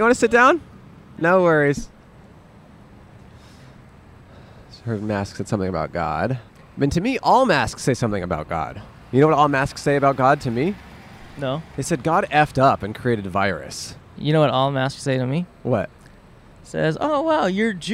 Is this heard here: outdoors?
yes